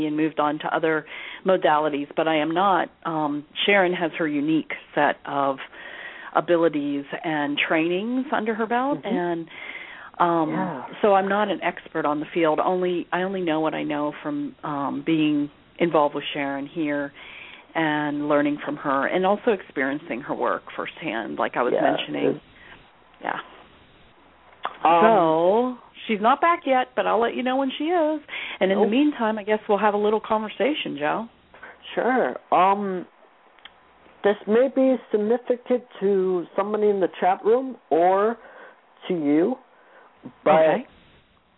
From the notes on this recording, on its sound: Takes your calls for healing live today!